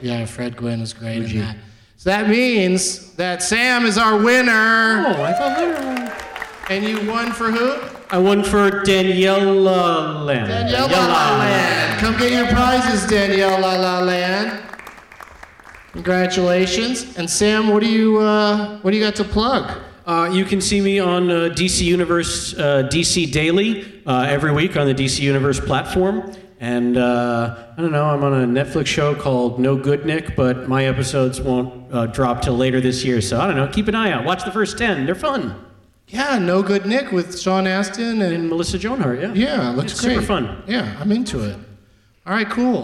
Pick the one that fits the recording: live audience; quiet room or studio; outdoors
live audience